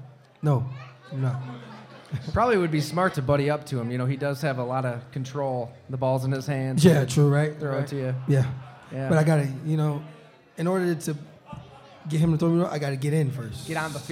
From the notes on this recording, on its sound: live from Mister’s Bar & Lanes in East Aurora, N.